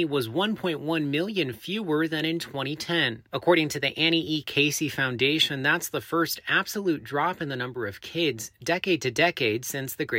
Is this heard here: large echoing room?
no